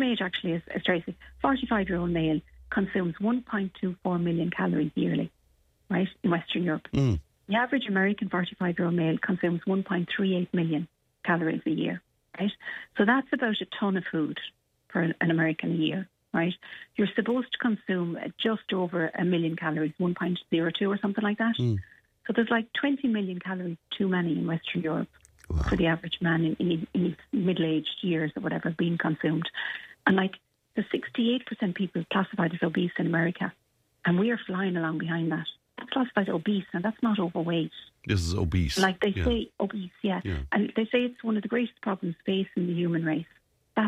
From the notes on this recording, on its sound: on the phone this morning